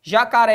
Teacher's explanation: Oxítona, sílaba tônica é a última